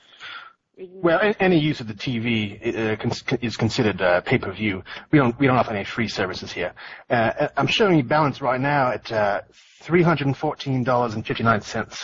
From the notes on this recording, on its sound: RBCP's Personal Prank Phone Calls Collection